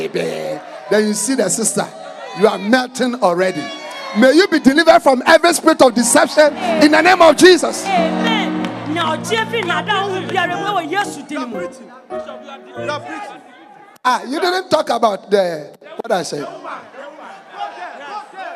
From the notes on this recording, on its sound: Preached at the Jesus Encounter Service